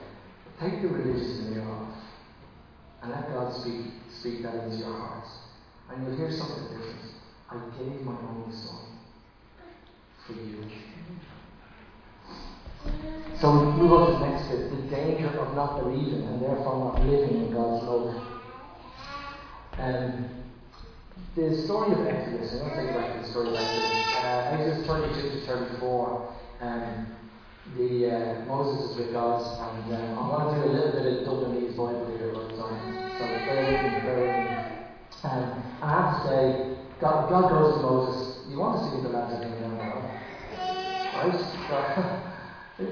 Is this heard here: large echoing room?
yes